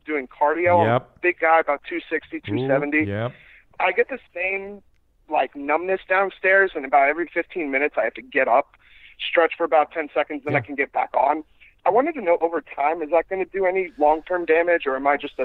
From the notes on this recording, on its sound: Being able to take your live calls is a fun new part of the show.